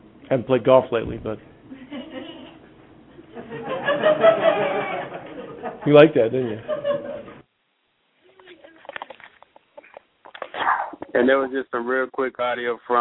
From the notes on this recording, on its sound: We take you into the press conference and locker room with audio.